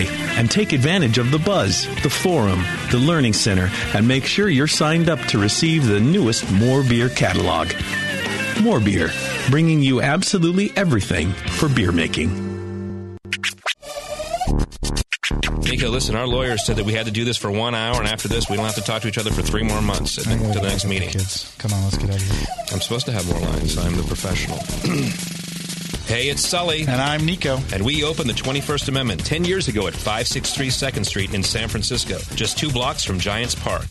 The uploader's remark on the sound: live from The Hop Grenade